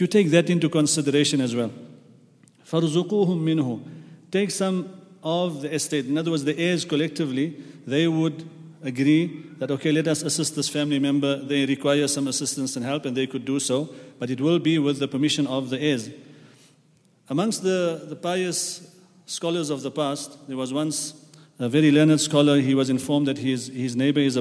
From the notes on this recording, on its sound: At the Houghton Masjid (West Street).